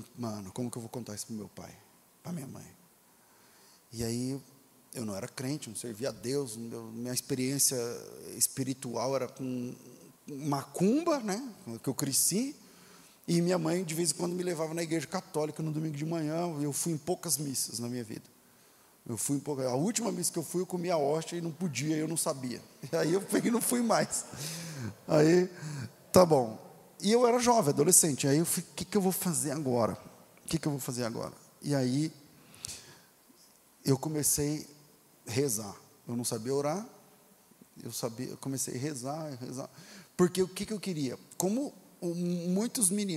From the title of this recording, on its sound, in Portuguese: Culto Ao Vivo